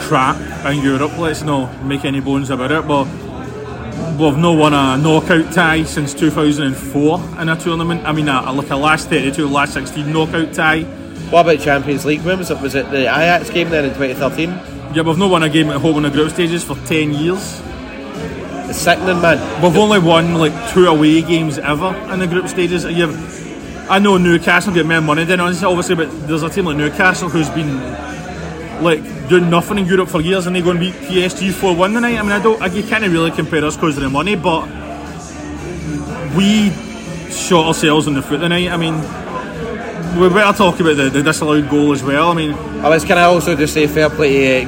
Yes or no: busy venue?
yes